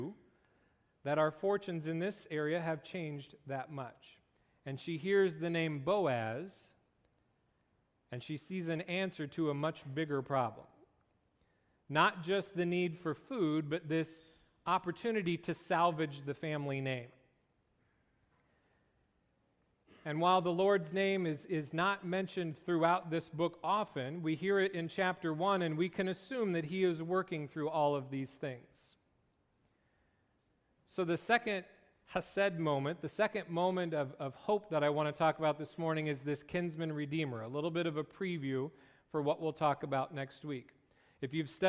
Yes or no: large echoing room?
yes